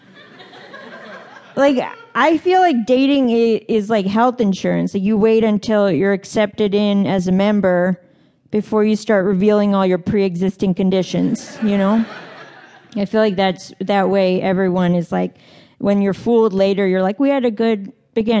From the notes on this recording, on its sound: A live audience at the Just for Laughs Festival in Montreal was privileged with a very special live version.